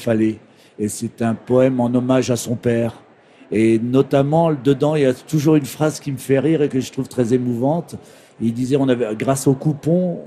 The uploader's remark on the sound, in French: En direct du Salon du livre de Paris.